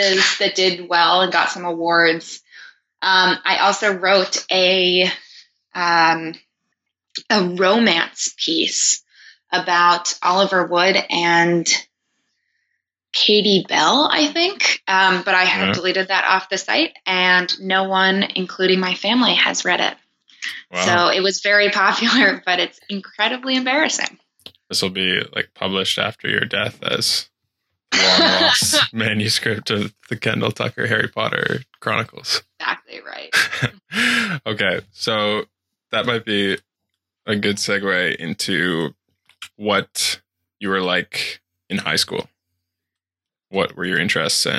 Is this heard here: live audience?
no